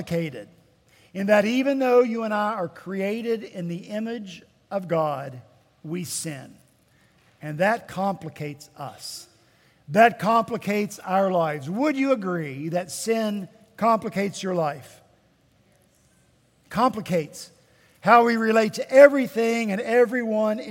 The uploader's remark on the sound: At Redeemer Presbyterian Church in Charleston, SC